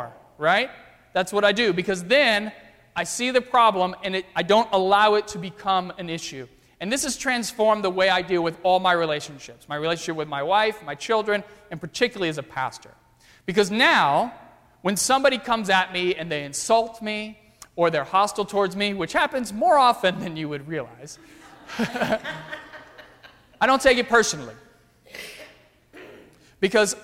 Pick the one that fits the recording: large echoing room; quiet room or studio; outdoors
large echoing room